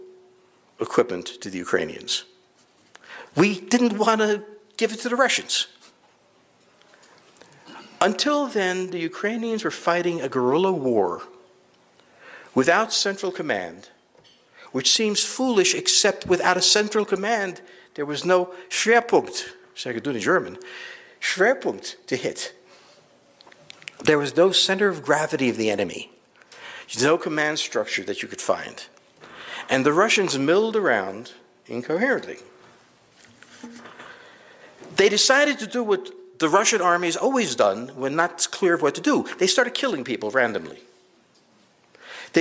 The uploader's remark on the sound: The second clip is a live lecture.